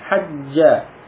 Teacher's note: Huruf yang sama idgham. Menjadi satu, hajja.